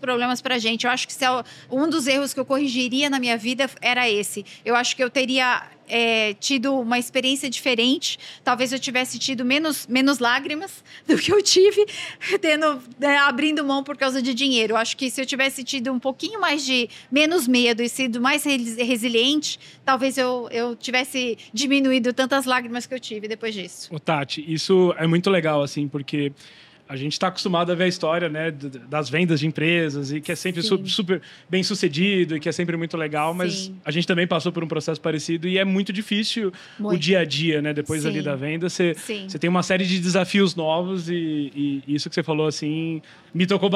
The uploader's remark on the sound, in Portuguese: Diretamente do Case Abstartups, gravamos vários episódios incríveis do De Galho em Galho neste evento